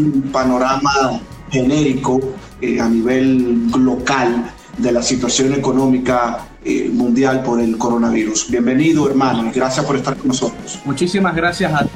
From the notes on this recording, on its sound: IG Live.